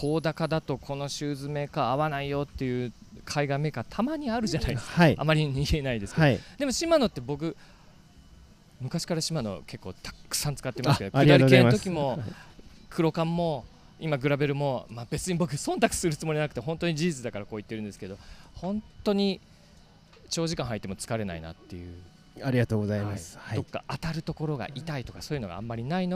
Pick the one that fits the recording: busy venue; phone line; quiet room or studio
busy venue